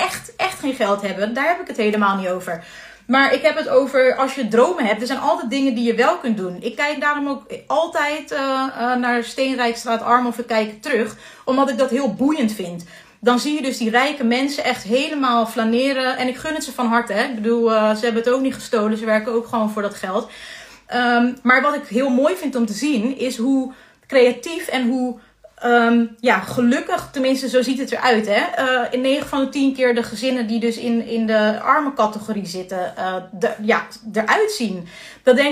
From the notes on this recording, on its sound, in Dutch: Deze maand neem ik iedere werkdag LIVE via Instagram een podcast op